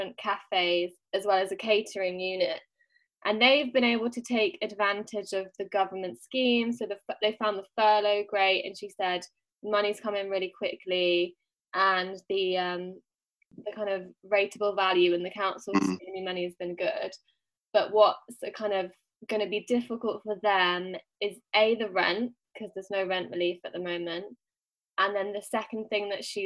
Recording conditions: video call